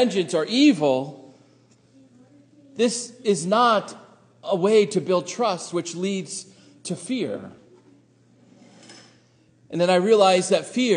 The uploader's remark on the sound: Sermon preached at Faith Lutheran Church Gardner, MA